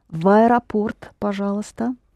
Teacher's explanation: в аэропорт, linking V to A.